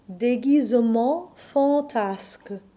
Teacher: In spite of the difference in spelling, the syllables M-E-N-T-S and F-A-N are both the nasal ah sound